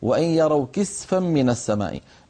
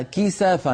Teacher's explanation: هناك جاءت قطعا بفتح السين، أما هنا كسفا يعني كسفا واحدا، فلننتبه إلى إسكان السين في هذا الموضوع · Shown in: first take